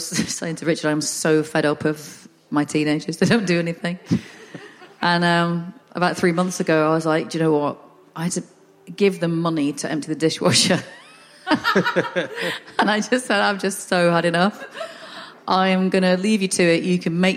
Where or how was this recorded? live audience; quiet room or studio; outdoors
live audience